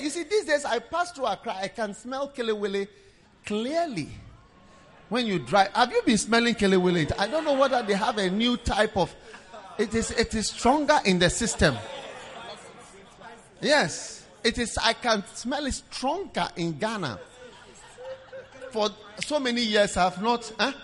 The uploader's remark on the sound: Preached at the Prophetic Encounter Service